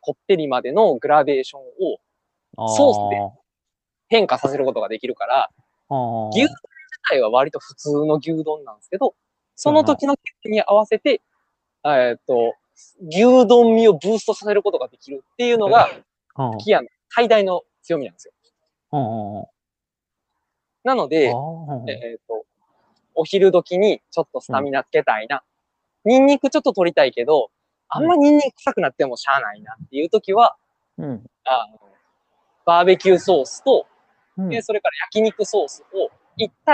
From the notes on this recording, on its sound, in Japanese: 野外収録のため、一部音声に聞き取りにくい部分がございますがご了承ください。